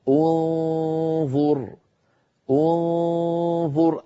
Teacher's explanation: أنتقل من مخرج الهمزة إلى مخرج الظاء من غير ضغط وأنطق الغنة، غنة النون المخفاة، ثم أضغط لأخرج الظاء، انظر ظو، فلما أصل إلى ظو أضغط.